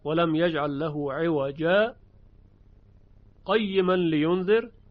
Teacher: نکته دیگری که اینجا بد نیست تذکر بدهیم، در سوره کهف آیه 1، عوجن قیمن، که ما معمولا در روایت حفص اینجا رو سکت میاریم، ولم یجعل له عوجا قیما لینذر، که در عوجا به میزان دو حرکت صدا رو قطع میکنیم، نفس هم نمیکشیم، میرو بهش میگن سکت.